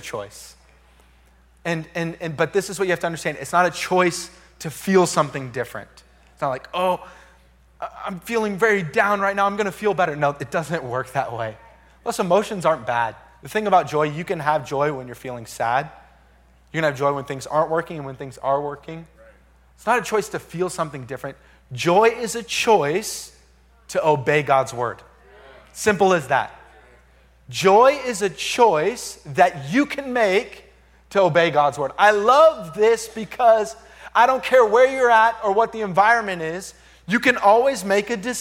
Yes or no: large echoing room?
yes